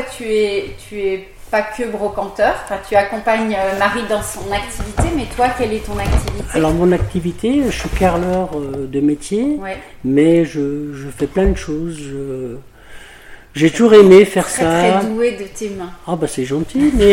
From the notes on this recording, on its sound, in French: Nous avons enregistré l’épisode dans leur salon de thé, vous entendrez des bruits de fond. Au village des brocanteurs à Tigneux près de Lyon.